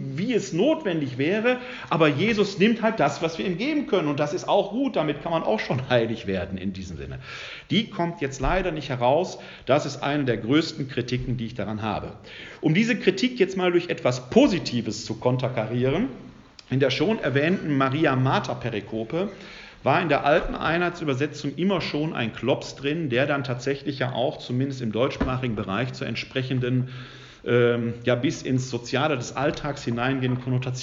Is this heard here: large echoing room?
yes